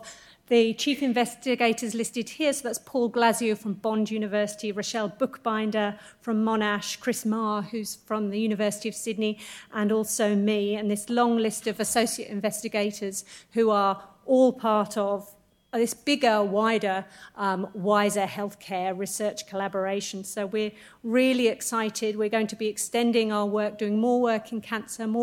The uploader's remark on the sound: Panel discussion with audience Q&A